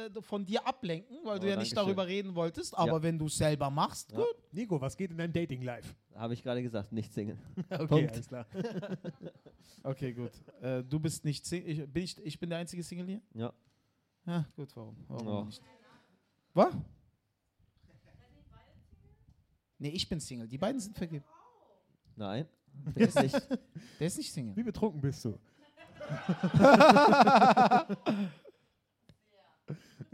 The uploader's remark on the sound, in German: Live aus dem Mad Monkey Room. Die erste Live Folge von Mic Drop, die vor Publikum im Mad Monkey Room in Berlin aufgenommen wurde!